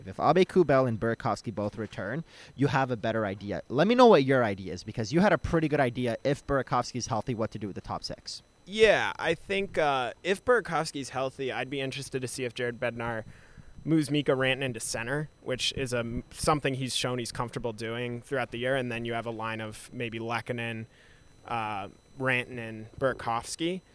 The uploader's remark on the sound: Live at Rogers Arena following the Avalanche's 4-2 victory in Game 3 over the Edmonton Oilers.